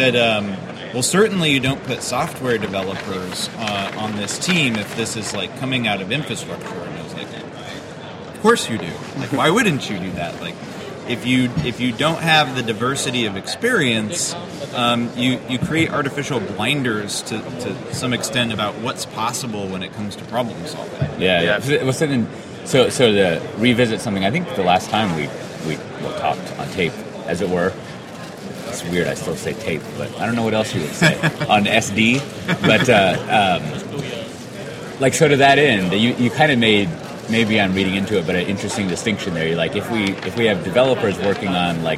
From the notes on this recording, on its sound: In this episode recorded at SpringOne Platform